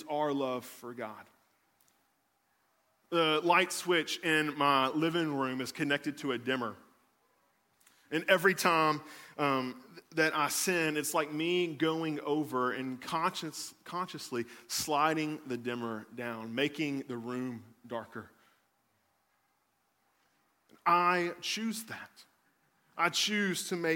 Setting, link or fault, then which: setting, large echoing room